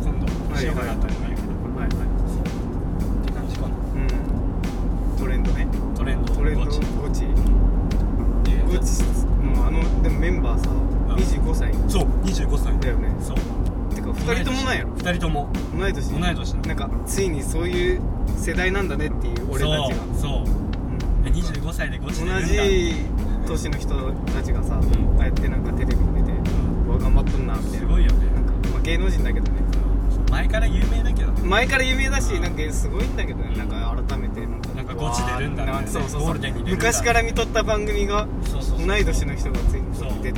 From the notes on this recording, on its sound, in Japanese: ドライブ収録！！目的地までの車の中での収録。